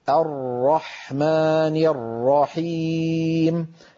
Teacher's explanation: ننتقل إلى الحرف الذي يلي ذلك، حرف الراء، وهو أيضا من الحروف البينية. الجريان الجزئي للصوت عند نطق الراء بسبب اعتراض أغلب طرف اللسان لخروجه. اللسان يتقعر كما شرحنا ذلك عند مخرج الراء، ويتقعر ويلامس يمينه ويساره ما يحاذيه من غار الحنك، ويبقى في الوسط الأمامي فجوة قليلة منها يمر صوت ضئيل.